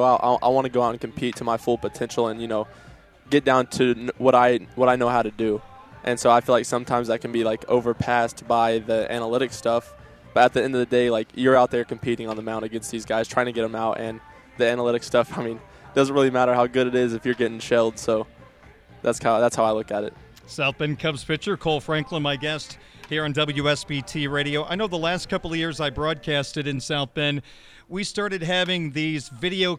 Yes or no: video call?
no